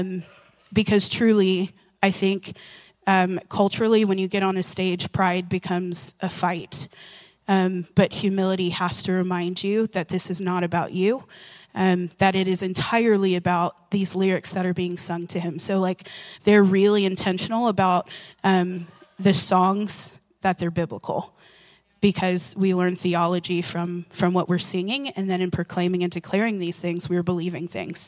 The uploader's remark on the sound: Recorded at Hope Church in Springfield, MO.